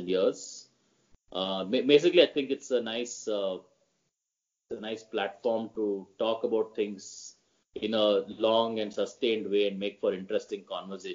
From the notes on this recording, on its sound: There may be a few audio quality issues in this episode, we apologize in advance for that.